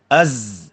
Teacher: pada huruf zai ada sifat khas yang dipanggil sofir, iaitu suara yang berdesis